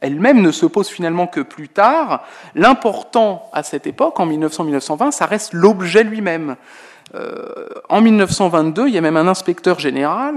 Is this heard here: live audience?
yes